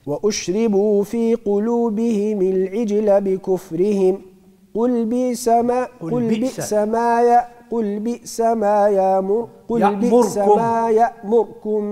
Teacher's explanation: هذا الدوري بإسكان الراء في يأمركم مع التحقيق